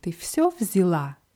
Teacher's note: Wir haben hier ein Ja in der Mitte, wird aber eher wie I ausgesprochen. Ты все взяла.